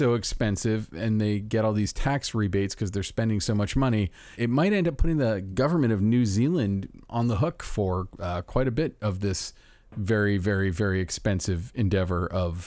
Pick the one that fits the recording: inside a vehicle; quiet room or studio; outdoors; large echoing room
quiet room or studio